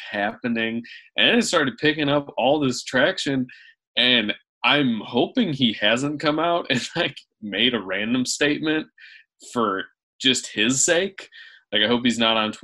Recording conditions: video call